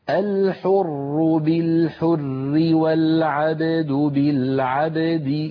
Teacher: ولو وصلنا نرقق لأن الراء ستكسر